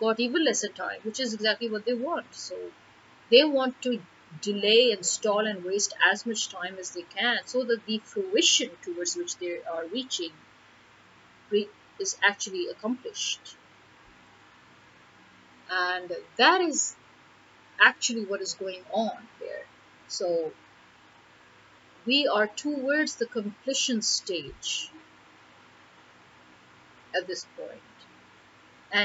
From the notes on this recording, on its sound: It was too hot to turn off the fans and record on my mobile, needed the noise cancellation of my laptop mic, but the problem there is the voice gets a little distorted while the cancellation works...so apologies in advance.